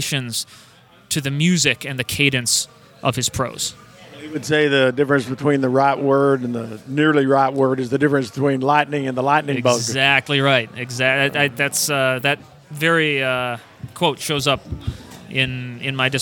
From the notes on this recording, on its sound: RECORDING FROM GONZOFEST.